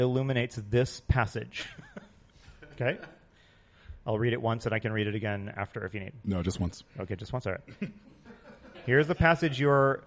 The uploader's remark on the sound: Live at Roll For Topic Con! Our first live episode in front of a studio (con) audience!